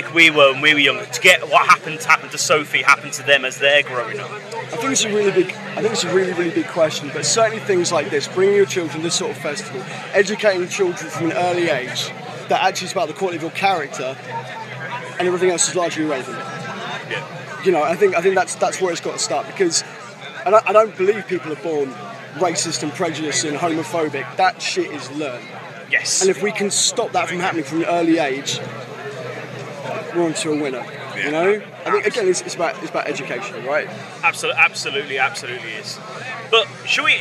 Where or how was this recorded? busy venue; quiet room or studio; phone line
busy venue